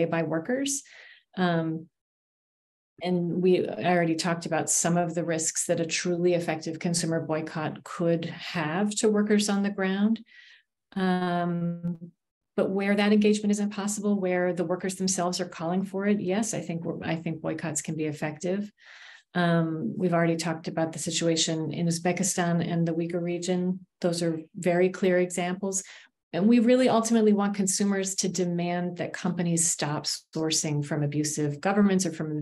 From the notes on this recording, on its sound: Recording from online webinar